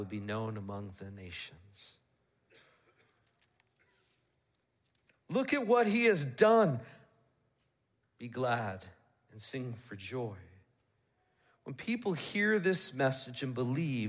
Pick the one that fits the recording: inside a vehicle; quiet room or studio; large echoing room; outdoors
large echoing room